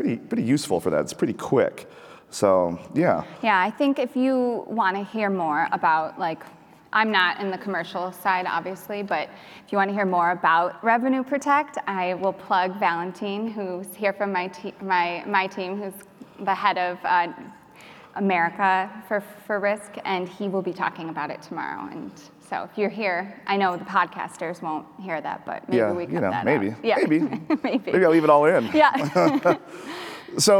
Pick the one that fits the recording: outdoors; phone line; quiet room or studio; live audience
live audience